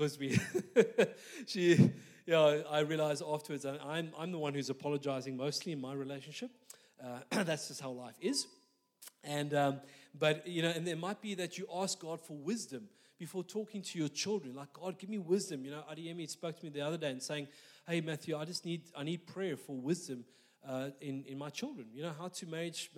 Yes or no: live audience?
yes